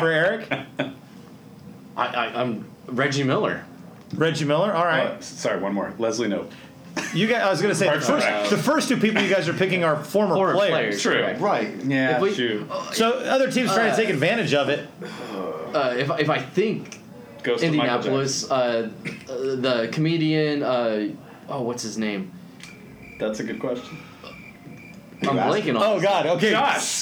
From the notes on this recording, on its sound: we record from Teays River Brewing and Public House